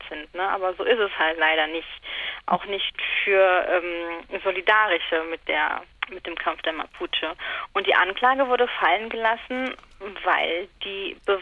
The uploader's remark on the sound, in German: Am Telefon.